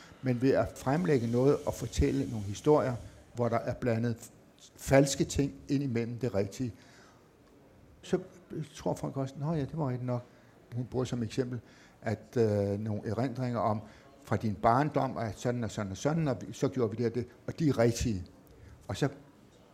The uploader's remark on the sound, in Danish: Ronkedorerne var til lejligheden flyttet til foyeren i Københavns Hovedbibliotek med en oplagt publikum som tilhører.